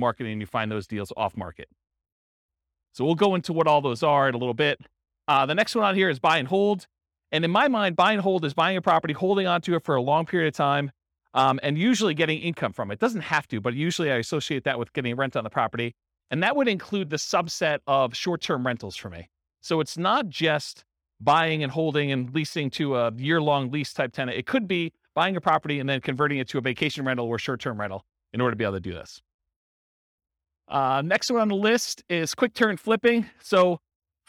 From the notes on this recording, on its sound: This was a live class recorded